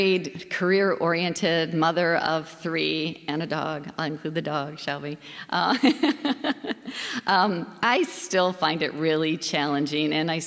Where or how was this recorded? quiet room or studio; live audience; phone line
live audience